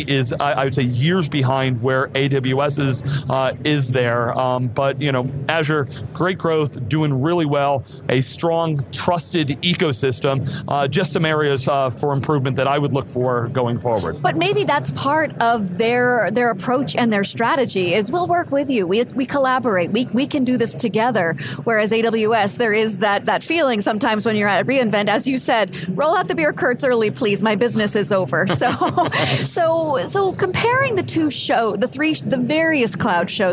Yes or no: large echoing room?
no